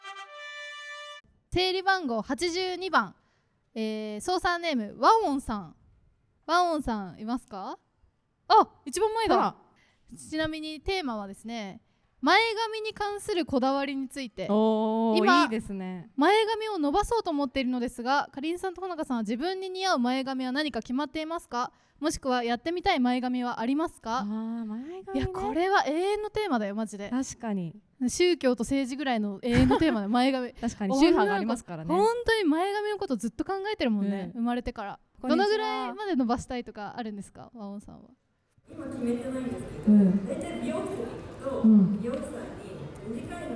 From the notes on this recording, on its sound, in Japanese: 公開収録スペシャル。In資生堂S/PARK。初の公開収録イベントの音源を公開！